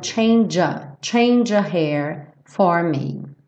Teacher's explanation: Como o E final do change não é pronunciado, a gente junta no A